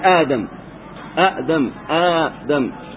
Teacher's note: هنا همزة وبعدها ألف في آدم، آدم آدم، نبتدأ بالهمزة أولا وبعدها ألف